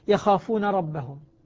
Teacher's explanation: يعني مثلا يخافون ربهم، ما نقول يخافون رب، ما تدغم النون هنا لأن قبلها ساكن